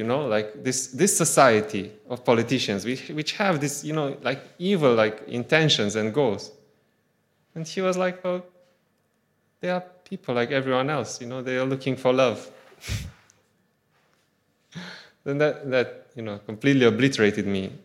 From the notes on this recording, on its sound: Audio from a sermon in Hatch End